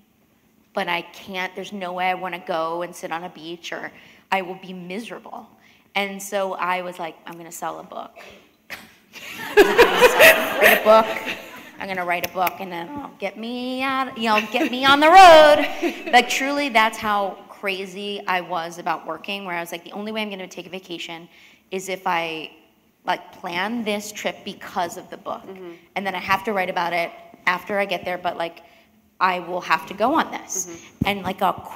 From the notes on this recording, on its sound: recorded on stage at one of Toronto Public Library 's 100 branches